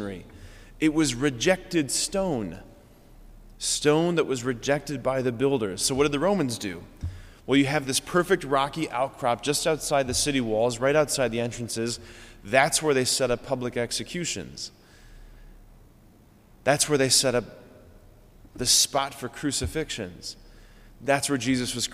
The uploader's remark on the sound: School Mass. Preached this homily on November 30, 2023 at Sacred Heart of Jesus Catholic Church in Wadsworth, OH.